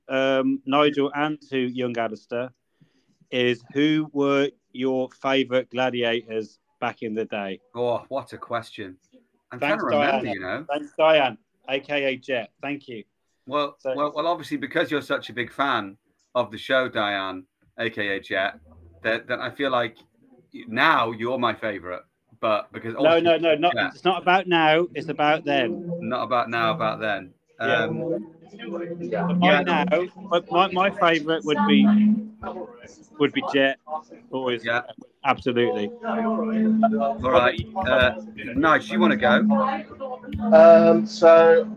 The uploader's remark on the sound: Live on the bus. Pls note there is background noise.